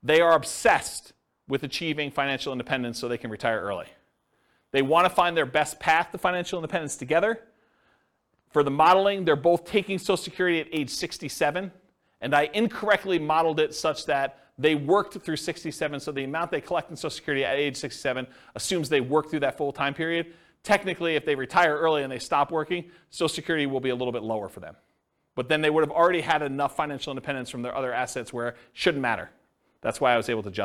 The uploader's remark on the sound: This was a live class recorded